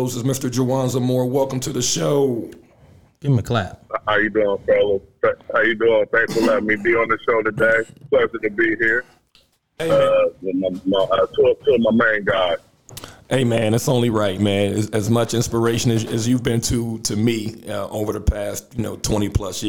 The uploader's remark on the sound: IN THIS EPISODE WE HAVE TWO SPECIAL GUEST CALL